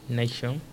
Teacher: esa A la vamos a pronunciar nei